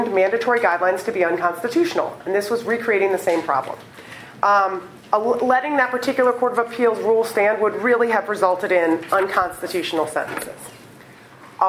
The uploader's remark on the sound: Recorded on April 13, 2015, as part of the Chicago’s Best Ideas lecture series.